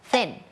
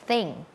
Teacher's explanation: เสียงแรกค่ะเป็นเสียงแบบ unvoicedคือออกมาแค่ลมเราเอาลิ้นเนี่ยมาวางตรงกลางระหว่างฟันบนกับฟันล่าง